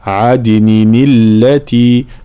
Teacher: في قوله تعالى جنات عدن التي، طبعا هنا تحريك التنوين حال الوصل، عدن التي تحريك التنوين بالكسر، أصلها عدن